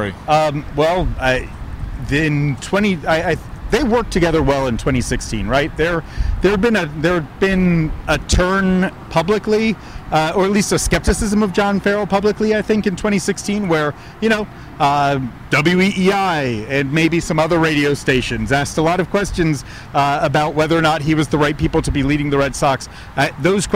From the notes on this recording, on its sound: Reporters in Rickshaws. While riding through the streets of Boston courtesy Boston Bike Taxi and Lord Hobo Brewing.